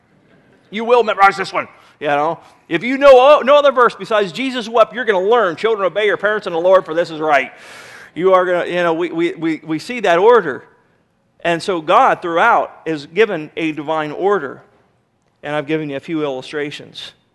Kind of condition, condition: setting, large echoing room